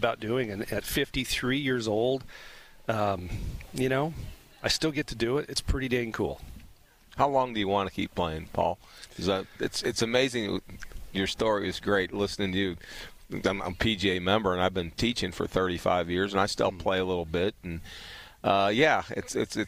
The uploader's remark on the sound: live from Fox Creek Golf Course